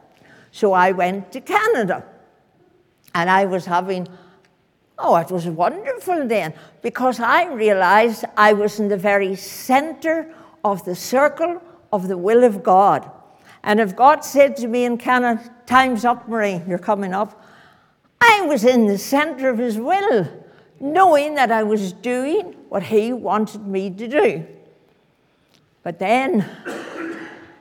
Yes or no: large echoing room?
yes